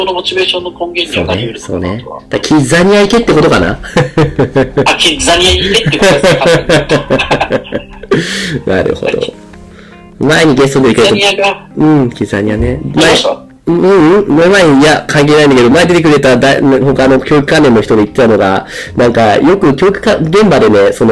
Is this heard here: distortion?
yes